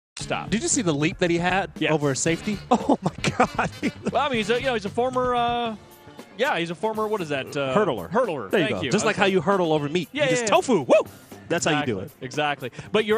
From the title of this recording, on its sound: Live From Bad Daddy's